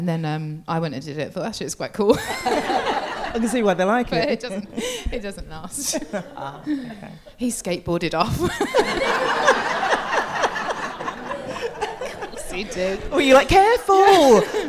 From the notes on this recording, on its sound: Live at the Turner Contemporary as part of the Margate Bookie literary festival. Live at the Turner Contemporary as part of the Margate Bookie literary festival.